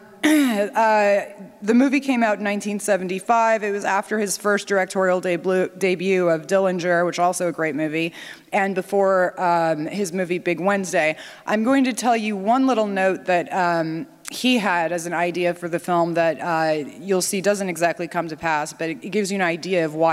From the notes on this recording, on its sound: NatCon 3 Miami. Remarks at the Miami National Conservatism Conference on September 12, 2022. Following the screening of "The Wind and the Lion".